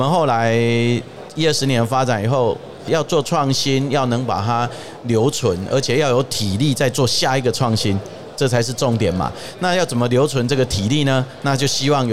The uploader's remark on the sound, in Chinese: 2022 Taipei Cycle台北國際自行車展-Live Podcast